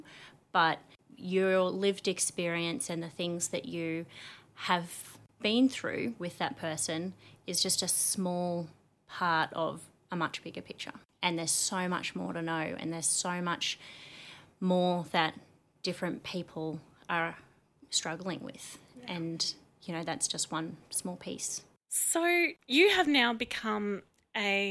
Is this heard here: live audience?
no